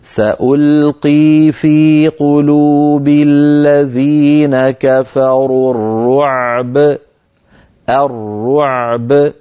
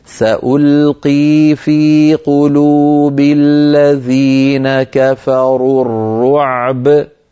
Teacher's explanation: فيسكن العين ويخرجها من مخرجها ويعطيها حقها من البينية، ثم يأتي بباء ساكنة مقلقلة دون أن يؤثر ذلك على صوت العين، هكذا مرة ثانية سألقي في قلوب الذين كفروا الرعب، هكذا يعني من غير أن يؤثر حرف على آخر.